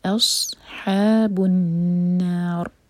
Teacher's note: نون پر شدہ ہے، تو یہاں پر نون پر غنہ کیا جائے گا